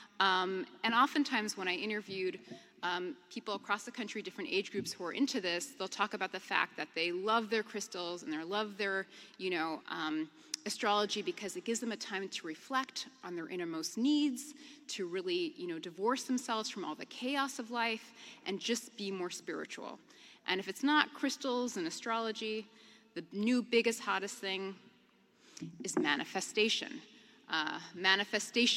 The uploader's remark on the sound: A talk from the 15th Annual Mockingbird Conference in NYC.